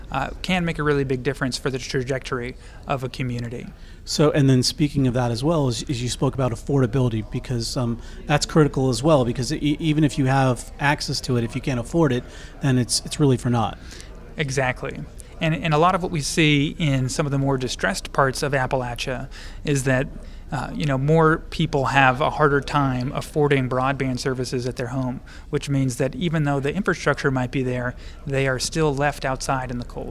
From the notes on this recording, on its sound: at the first-ever Upstate Rural Conference in Upstate New York